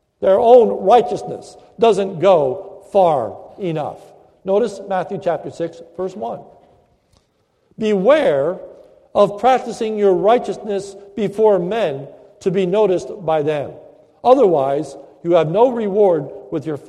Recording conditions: large echoing room